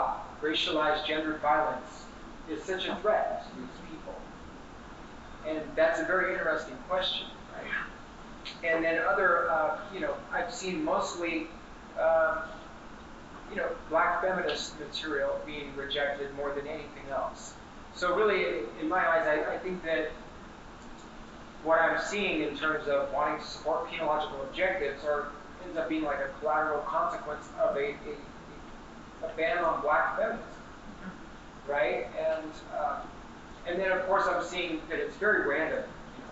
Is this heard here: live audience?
yes